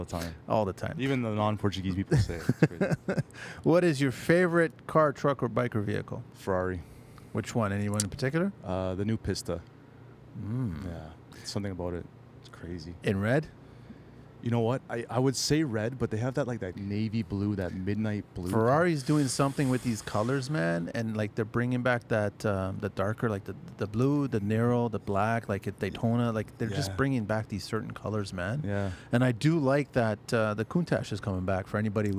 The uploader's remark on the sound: It’s quickly becoming the Speducci Studios for the TCL Podcast.